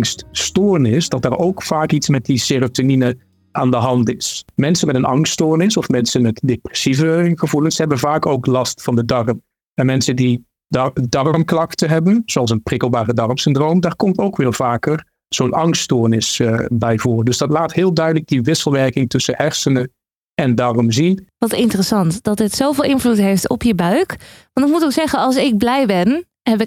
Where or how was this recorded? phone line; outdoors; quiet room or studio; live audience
quiet room or studio